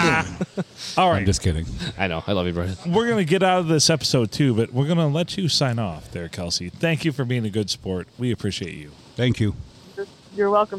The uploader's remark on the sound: Recorded at the good old STD, Silver Tavern, Deckerville. A big portion of the crew attended this episode as we have all 5 mics and the hot line going.